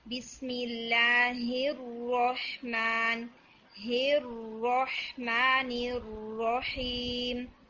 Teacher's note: را ساکن میں آپ کا ٹائم تھوڑا سا کم تھا اس کو آپ نے نا ٹائم کو تھوڑا انکریز کرنا ہے